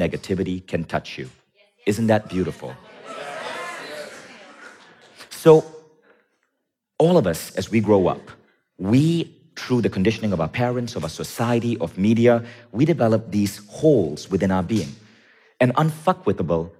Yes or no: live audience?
yes